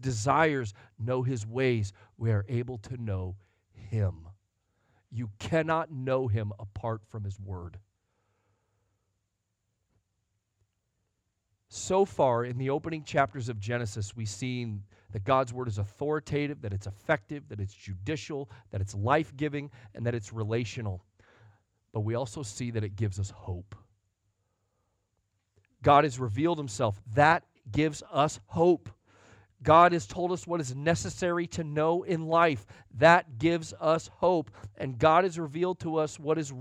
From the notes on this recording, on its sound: Sunday Morning Sermon Audio